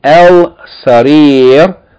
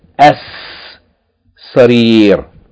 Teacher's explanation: the lam is merged into the first letter of the word, which is a sun letter · Shown in: second take · In this case, it's seen.